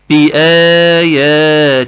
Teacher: باء مكسوره همزه مفتوحه ثم الف ماديه، طب مد بمقدار حركتين، ياء مفتوحه ثم الف ماديه تمد بمقدار حركتين، تاء مكسوره نون مفتوحه ثم الف ماديه تمد بمقدار حركتين · Term: 3 مدود